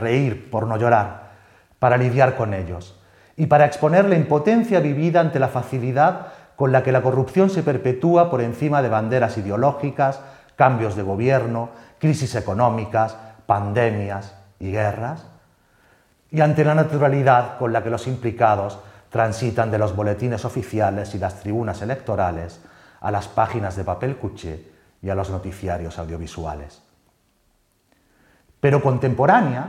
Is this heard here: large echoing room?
yes